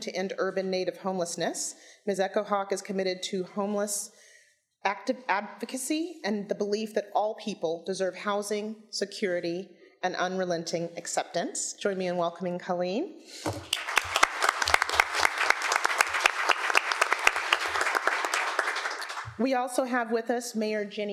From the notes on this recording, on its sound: This “Womxn Power Seattle” panel took place at Seattle City Hall on January 21.